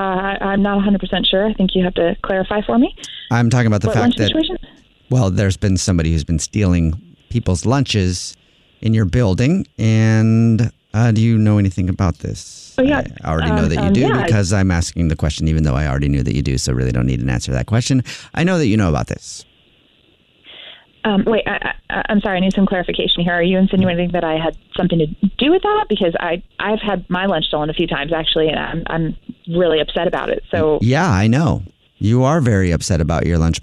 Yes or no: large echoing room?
no